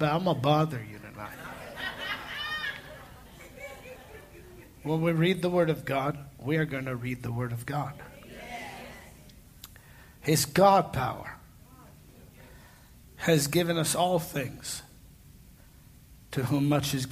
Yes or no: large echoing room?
yes